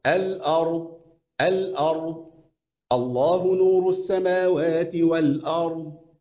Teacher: تفخيم الراء كمان هيساعدني على نطق الضاد مفخمة